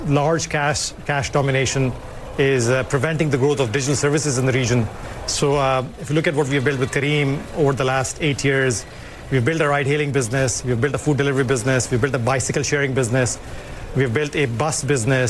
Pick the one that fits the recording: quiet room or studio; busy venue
busy venue